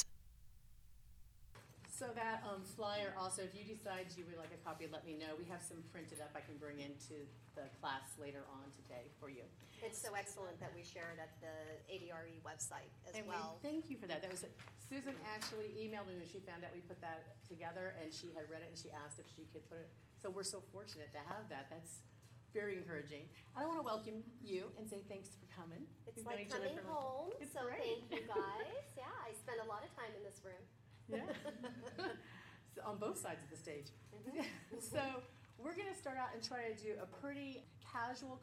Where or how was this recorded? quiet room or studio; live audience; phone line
live audience